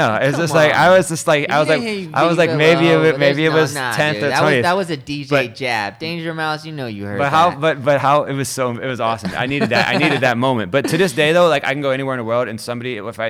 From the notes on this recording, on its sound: Recorded live at: The W in Hollywood CA